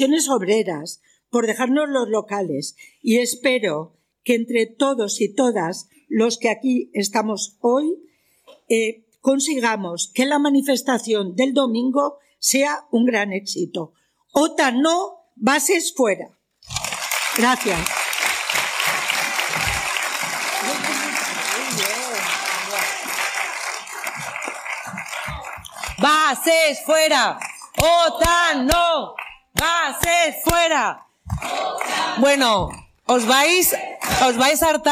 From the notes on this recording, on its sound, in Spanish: Cumbre por la Paz #OTANNO. El audio de las diferentes intervenciones de uno de los actos organizados en esta Cumbre por la Paz.